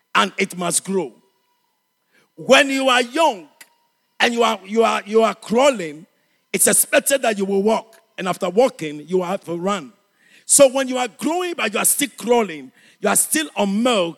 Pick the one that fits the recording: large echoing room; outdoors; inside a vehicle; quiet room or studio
large echoing room